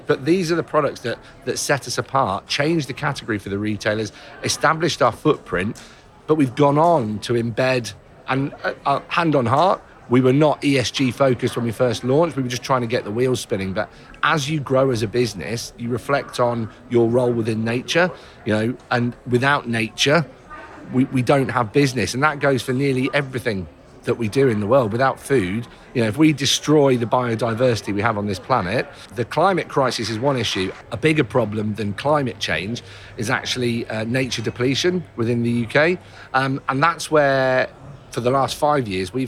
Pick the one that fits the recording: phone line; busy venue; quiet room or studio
busy venue